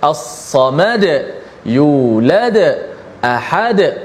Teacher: bila kita wakaf saja dal tu mesti dimatikan dan dal bila mati saja lahirlah daripadanya sifat qalqalah · Term: qalqalah wusta